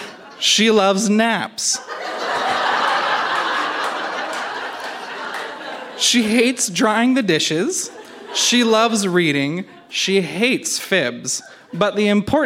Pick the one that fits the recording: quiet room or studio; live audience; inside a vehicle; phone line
live audience